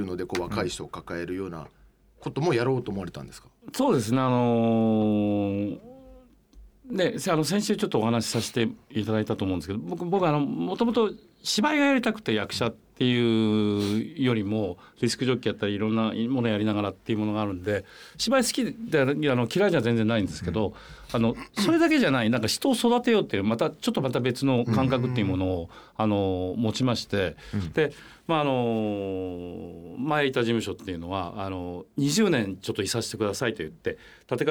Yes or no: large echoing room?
no